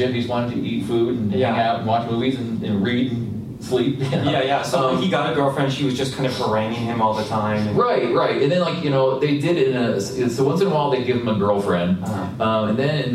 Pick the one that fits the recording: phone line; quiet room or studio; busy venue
busy venue